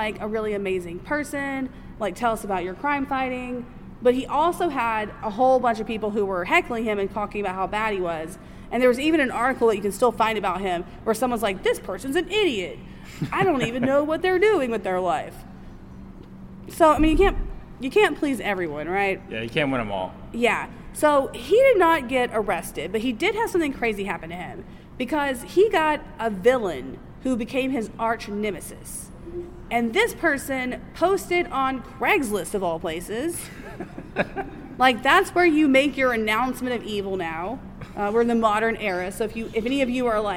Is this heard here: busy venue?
yes